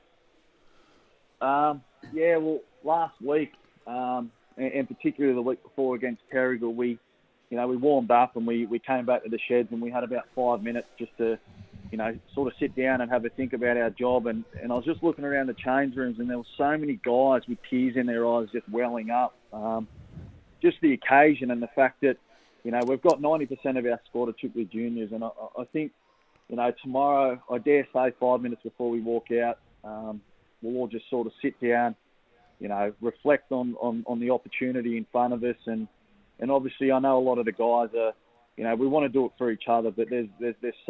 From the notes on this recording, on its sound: live from the Adelaide Street Oval home of the Killarney Vale Bombers